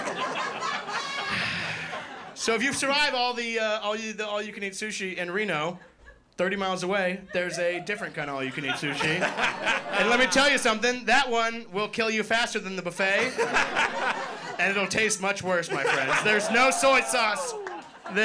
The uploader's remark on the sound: Filmed live at the Hollywood Improv in Los Angeles, CA on January 5th, 2024.